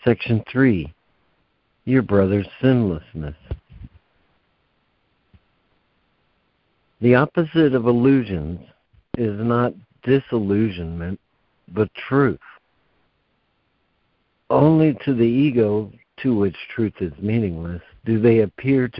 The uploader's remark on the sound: ACIM Daily Conference Call